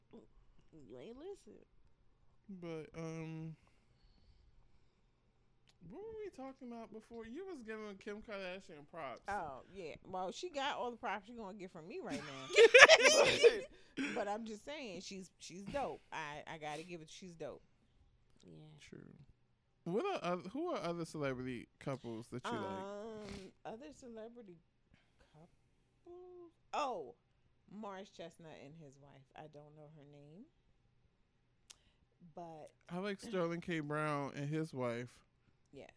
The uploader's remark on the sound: Turn your headphones up for this episode — sorry :)